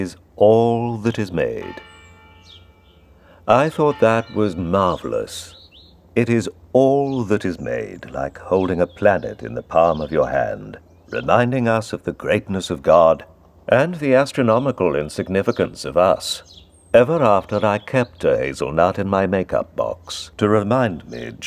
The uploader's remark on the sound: Recorded in the actor’s Sussex garden.